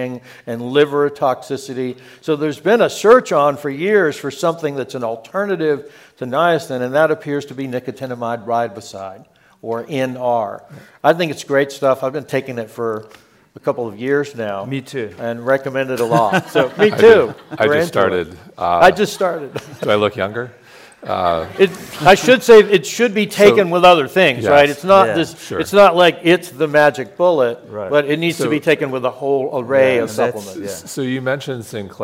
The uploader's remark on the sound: Today's episode is a special recording from our sixth annual revitalize event , which was held in Dove Mountain, Arizona, in June. Today's episode is a special recording from our sixth annual revitalize event , which was held in Dove Mountain, Arizona, in June. The insights we learned on the main stage this year were too good not to share. Answer the audience's burning questions in a Q&A.